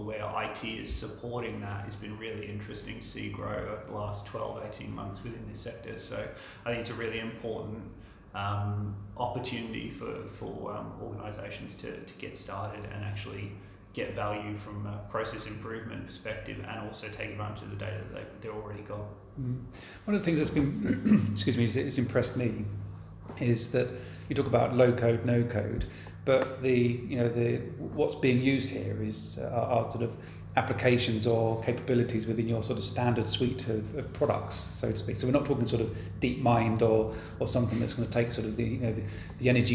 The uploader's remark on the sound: On location at the Projects Data Hackathon in October 2021. He records his impression of the two-day live event.